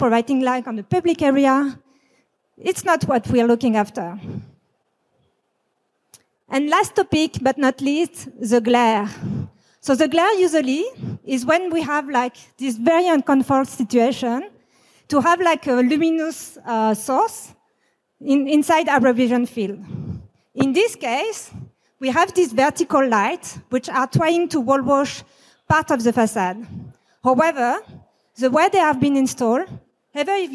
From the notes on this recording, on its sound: The presentation was recorded at the Guangzhou International Lighting Exhibition in China in June 2023, a renowned event that brings together professionals from the lighting industry to showcase the latest innovations and share knowledge.